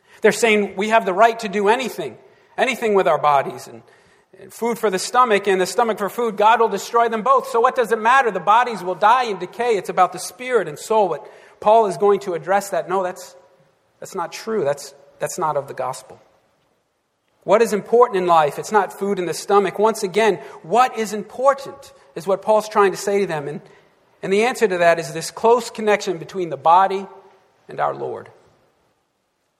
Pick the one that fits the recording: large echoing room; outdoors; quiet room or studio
large echoing room